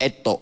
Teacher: Orang Kelantan ni dia suka sebut ta jadi to.